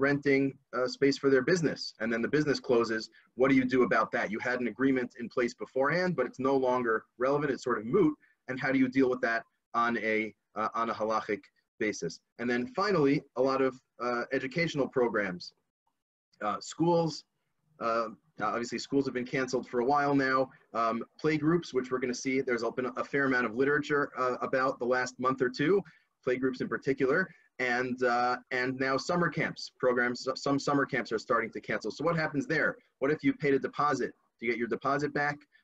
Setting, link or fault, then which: link, video call